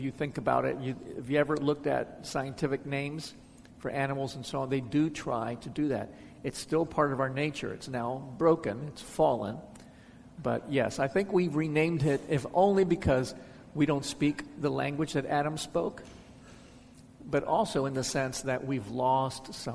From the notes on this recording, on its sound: answers questions from the audience.